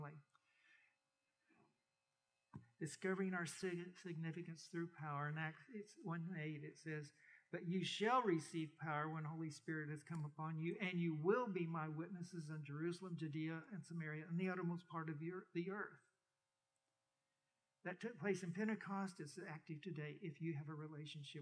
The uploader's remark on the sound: We apologize for some audio issues through this recording, most notably at the 6:45 mark.